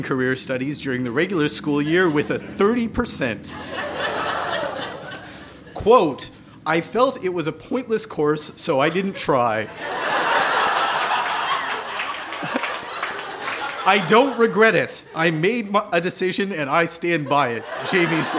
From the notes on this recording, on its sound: Recorded live at The Rocket Room in St. John's, NL.